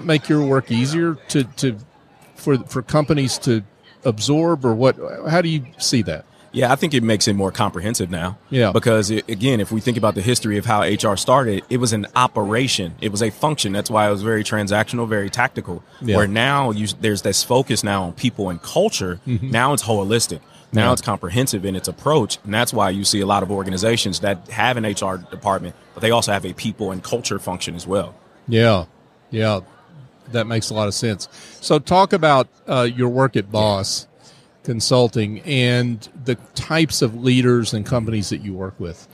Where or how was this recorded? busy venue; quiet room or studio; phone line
busy venue